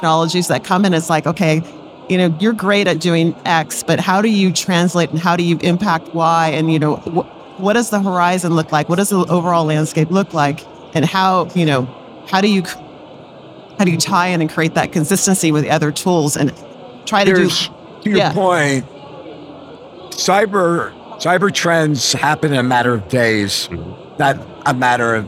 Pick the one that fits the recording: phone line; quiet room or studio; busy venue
busy venue